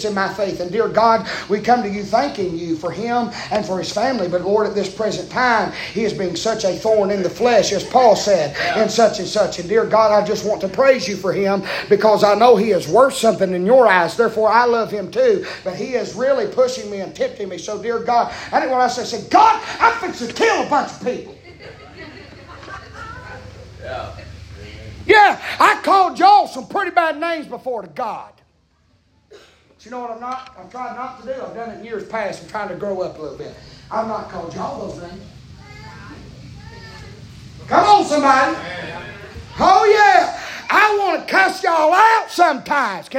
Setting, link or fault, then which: setting, large echoing room